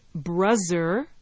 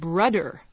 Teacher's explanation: speakers of some languages pronounce it as bruzzer, with a Z sound, and other people pronounce it brudder, with a D there in the middle